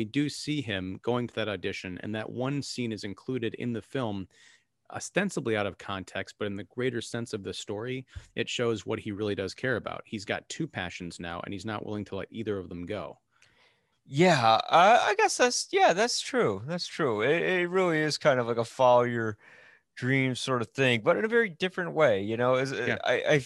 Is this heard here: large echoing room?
no